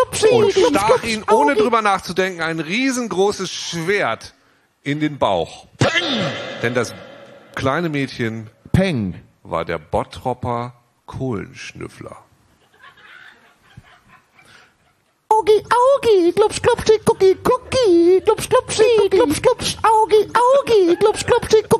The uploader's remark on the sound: Live in Dortmund